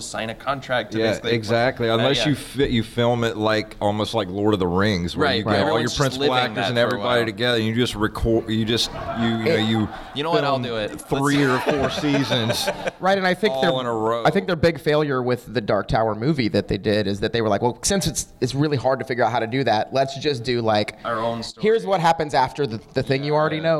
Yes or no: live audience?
yes